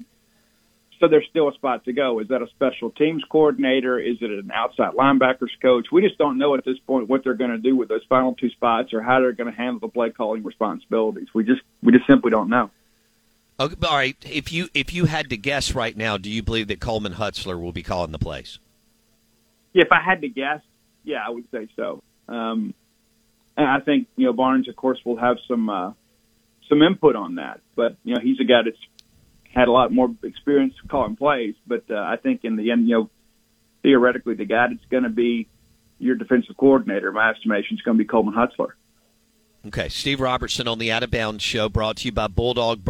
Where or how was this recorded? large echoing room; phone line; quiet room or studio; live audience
phone line